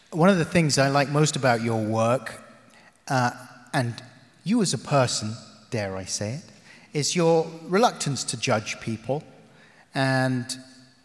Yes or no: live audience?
yes